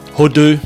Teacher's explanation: And often the R gets dropped and it gets replaced with a D. Hudu. So to get that first bit right, Huru.